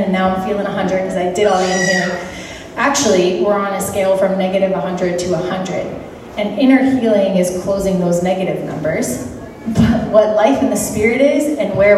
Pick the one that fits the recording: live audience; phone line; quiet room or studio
live audience